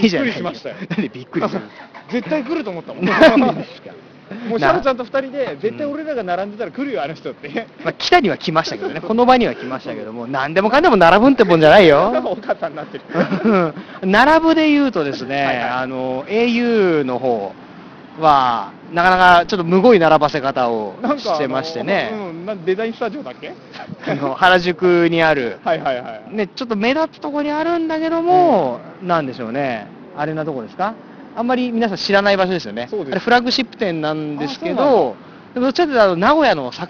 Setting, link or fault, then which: setting, outdoors